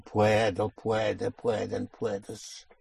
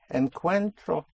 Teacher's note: So you see the O under stress when you push down splits into UE.